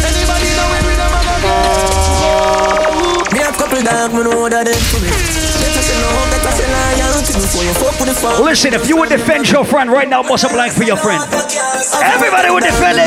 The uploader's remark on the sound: Live audio recording from my set at Sundeh Day Club in Bethesda, MD on Nov 26th.